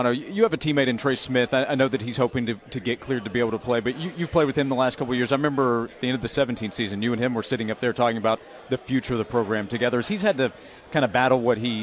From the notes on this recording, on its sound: live from SEC Media Days in Hoover